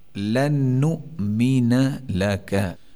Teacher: नून से पहले मुतहर्रिक आ गया तो हम इस नून का इदगाम लाम में कर देंगे